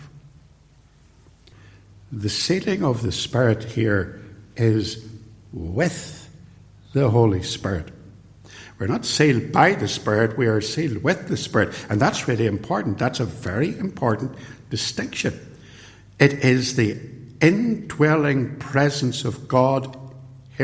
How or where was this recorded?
large echoing room